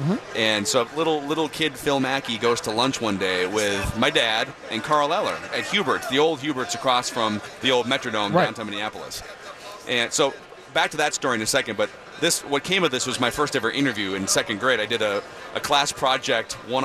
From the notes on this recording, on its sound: live from Radio Row all week